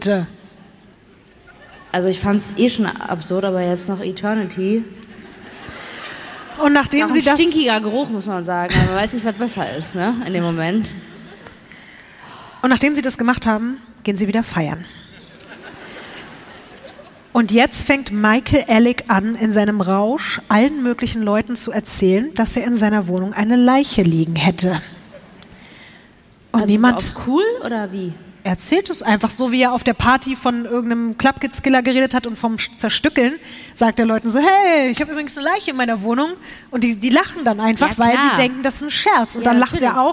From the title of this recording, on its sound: LIVE in Berlin